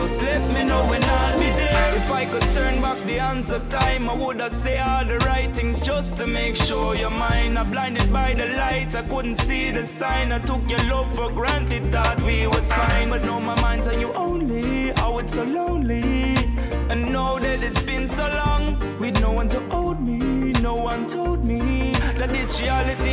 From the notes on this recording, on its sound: Originally broadcast live on October 18, 2018 from the storefront of Kinfolk 90 in Williamsburg, Brooklyn, New York City.